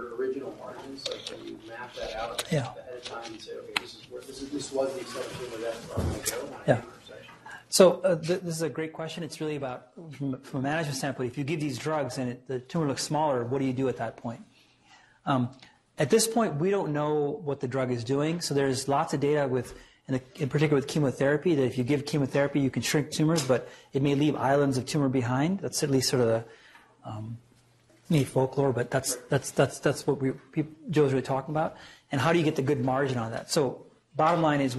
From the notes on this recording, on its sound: Norris Cotton Cancer Center Grand Rounds.